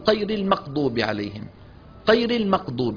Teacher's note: وقد ينعكس الأمر فيخلط صوت الغين بالقاف كما هو في بعض مناطق شرق الجزيرة العربية